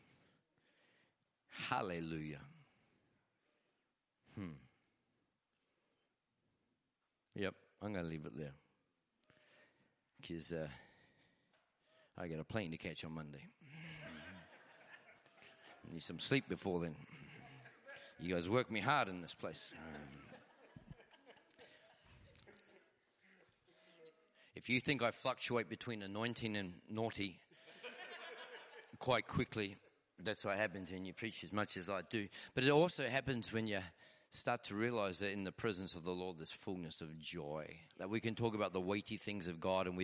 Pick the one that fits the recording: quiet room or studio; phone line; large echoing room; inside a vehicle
large echoing room